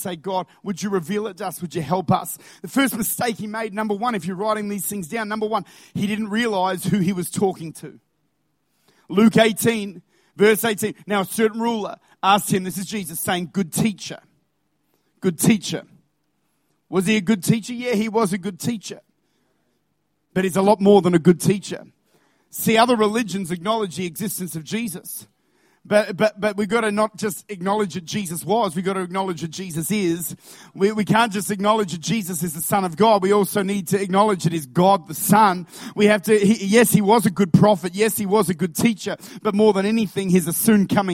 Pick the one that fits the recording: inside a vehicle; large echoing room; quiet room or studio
large echoing room